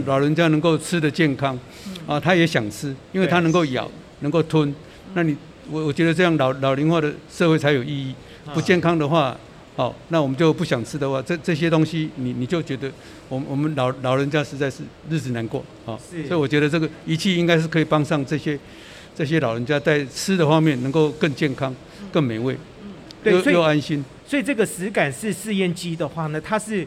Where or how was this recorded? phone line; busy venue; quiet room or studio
busy venue